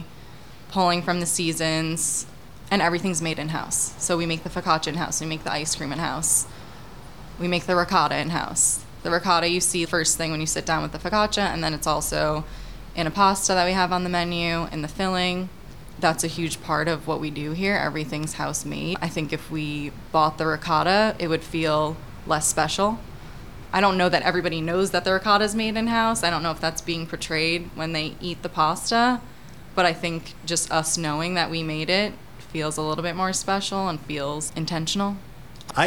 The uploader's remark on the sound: At Forsythia restaurant in lower Manhattan. Outside the restaurant.